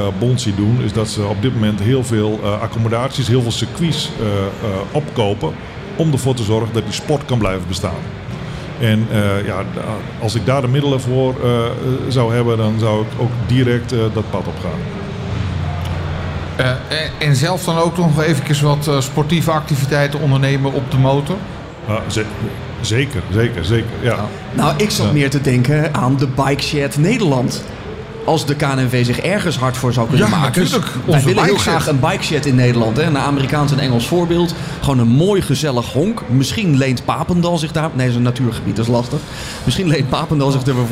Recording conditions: busy venue